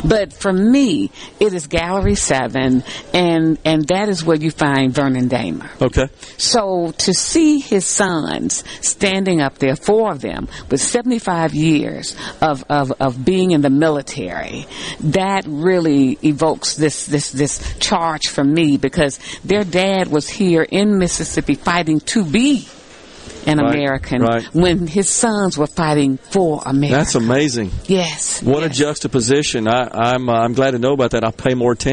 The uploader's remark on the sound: LIVE from The Two Mississippi Museums for their Veteran's Day festivities